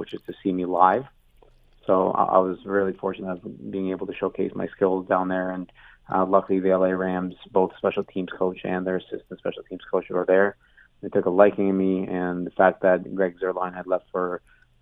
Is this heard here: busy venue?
no